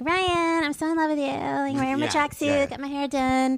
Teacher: she's got a little bit of vocal fry going on, but she's like totally Valley Girl. She's like so California.